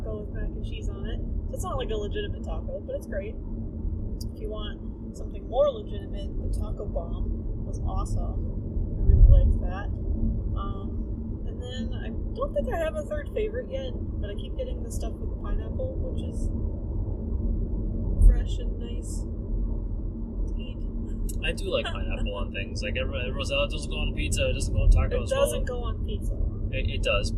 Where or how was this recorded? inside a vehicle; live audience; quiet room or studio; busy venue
inside a vehicle